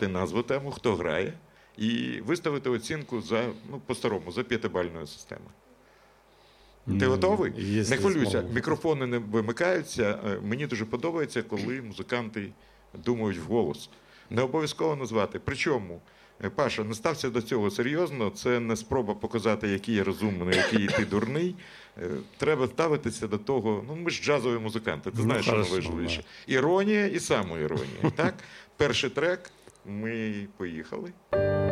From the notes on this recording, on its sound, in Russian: впервые в эфире со сцены 32JazzClub